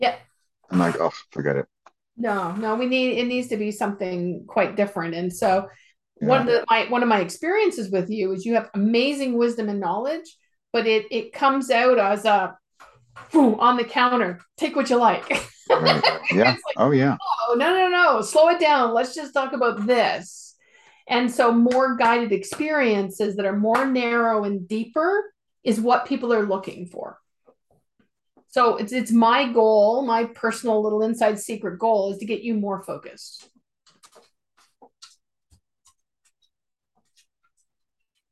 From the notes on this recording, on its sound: Recording of our Zoom call from Sep 16, 2022.